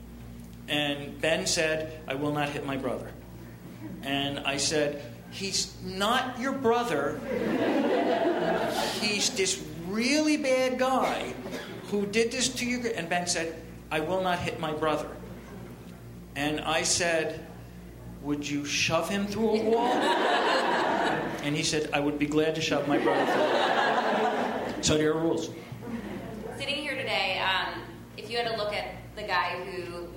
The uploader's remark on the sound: Recorded at ATX Television Festival in the Stephen F. Austin ballroom in Austin, TX.